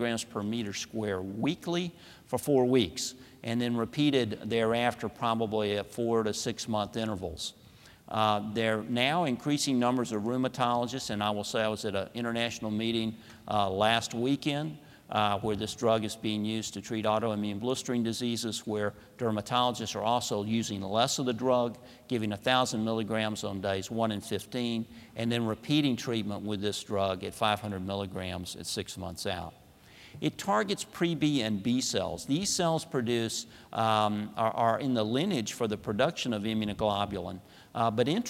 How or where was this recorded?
large echoing room